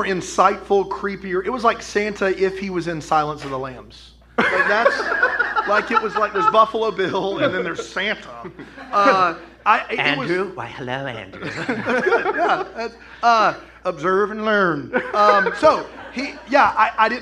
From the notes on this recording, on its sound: LIVE from Raleigh, NC. This episode was recorded live in Raleigh, NC!